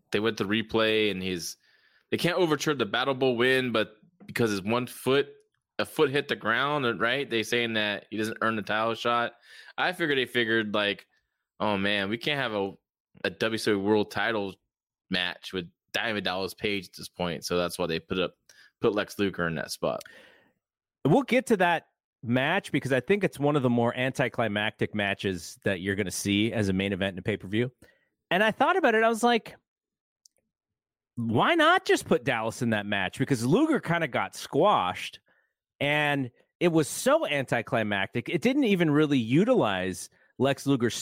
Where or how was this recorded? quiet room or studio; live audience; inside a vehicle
quiet room or studio